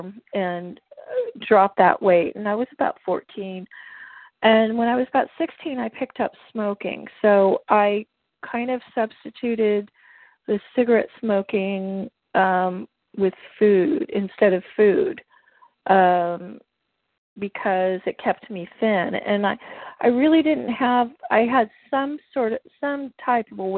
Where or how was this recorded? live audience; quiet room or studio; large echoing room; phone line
phone line